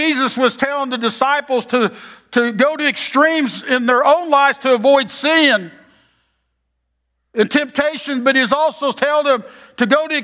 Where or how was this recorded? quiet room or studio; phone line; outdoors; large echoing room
large echoing room